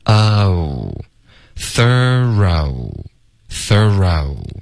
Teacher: 记得这是要有一个滑动，嘴唇要撅起来 · Term: 双元音